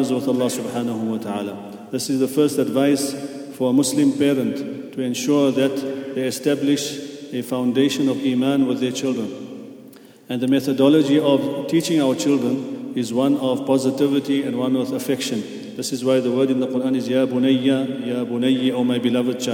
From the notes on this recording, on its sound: At the Houghton Masjid (West Street).